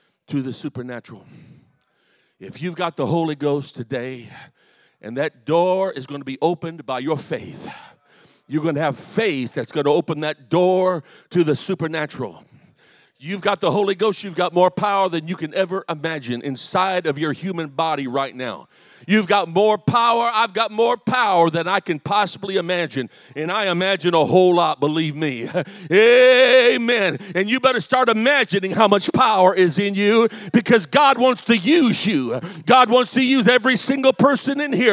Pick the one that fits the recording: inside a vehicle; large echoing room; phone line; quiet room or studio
large echoing room